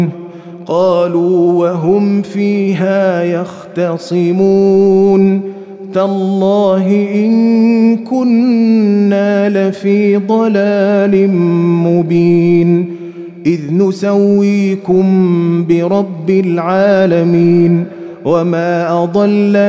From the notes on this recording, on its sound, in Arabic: مسجل من صلاة التراويح بمسجد السلام بحي مشرفة بجدة.